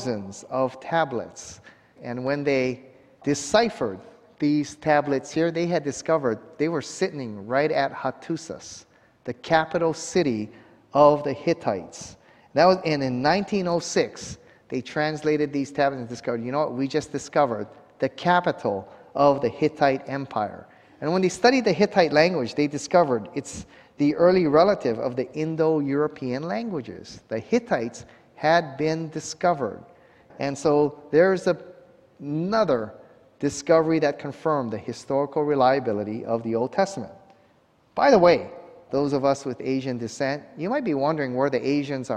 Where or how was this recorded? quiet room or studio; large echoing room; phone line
large echoing room